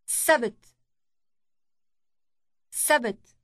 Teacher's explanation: Note the long initial S sound.